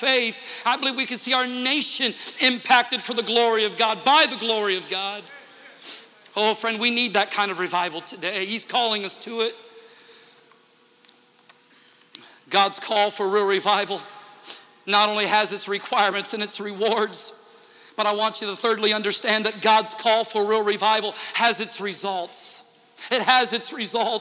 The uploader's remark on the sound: Interchurch Holiness Convention Dayton, OH 2009